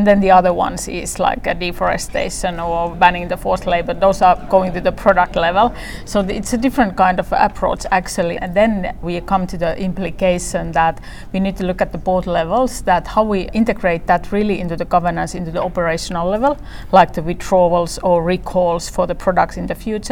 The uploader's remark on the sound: At Innovation Forum’s recent Future of Food EU conference